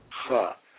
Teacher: you scrape the back of your throat slightly as though you're trying to cough up a bone that may have got caught in the back of your throat